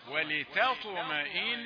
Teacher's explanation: التاء رقيقة والطاء مفخمة